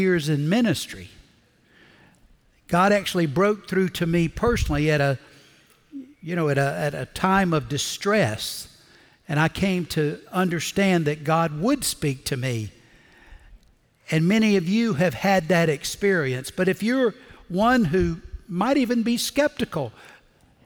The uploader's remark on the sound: Recorded Live at Brookwood Church.